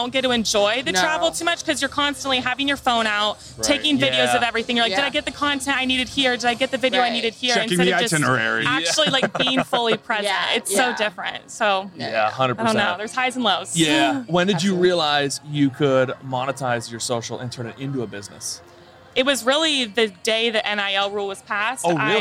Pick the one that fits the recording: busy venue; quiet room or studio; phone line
busy venue